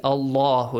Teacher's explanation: the letter lam in the word Allah, since it has a fatha before, it should be pronounced heavily. Allahu, not Allahum.